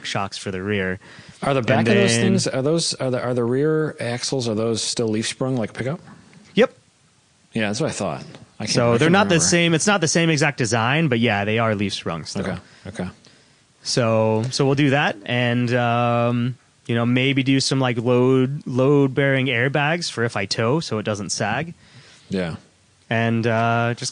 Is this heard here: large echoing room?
no